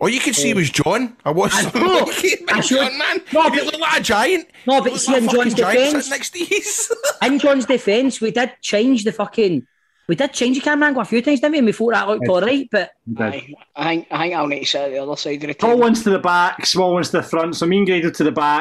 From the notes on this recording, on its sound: on zoom for one week only